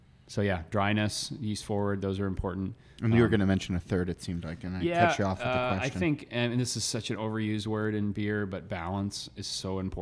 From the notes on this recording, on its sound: At Allagash Brewing in Portland, Maine. In this conversation, recorded at Allagash.